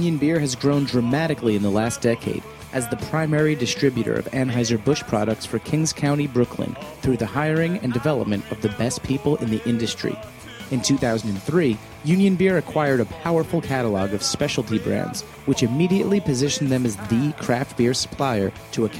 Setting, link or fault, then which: setting, busy venue